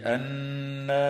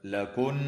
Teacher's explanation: نون مشددة تغن بمقدار حركتين في كلمة أن وفي كلمة لكن، ومد منفصل في الألف التي قبل الهمزة في قوله تعالى أن أنزل، وفي قوله تعالى لكن أهدى، يمد بمقدار 4 أو 5 حركات.